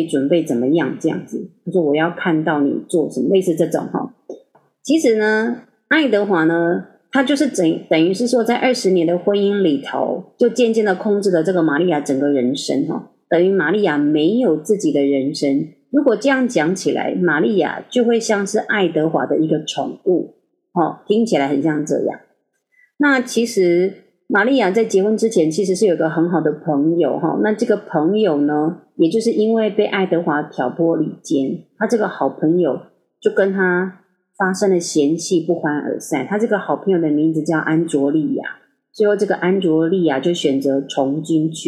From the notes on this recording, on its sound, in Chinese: 這次錄音設備 真的～～發生了一些狀況。還是一樣音質非常差。我要重新添購麥克風了。